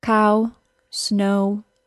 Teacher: Two of those words, cow and snow, do end in two-sound vowels that include a W sound in their pronunciation, so it is natural to think that there is a W sound there.